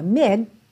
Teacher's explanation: Então percebe que a gente tem um D ali no meio, que é uma consoante oclusiva. Mid. Vem cortar o som do I.